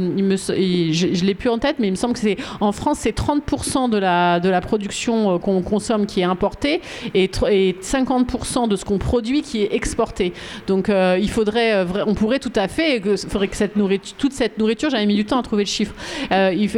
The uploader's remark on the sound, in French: Vous pouvez écouter ici des larges extraits de la table ronde qui s'est tenue le 20 octobre 2023 à Tulle